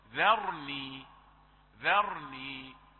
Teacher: طيب نلفت النظر إلى بعض الكلمات ذرني ومن خلقت وحيدا ذرني لا تقل ذرني لأن الراء مفخمة وملاصقة للذال